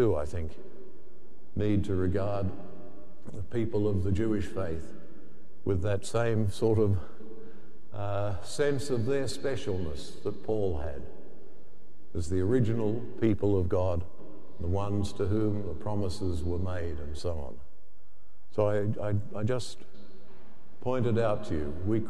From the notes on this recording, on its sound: The homily from Sacred Heart Cathedral, Hamilton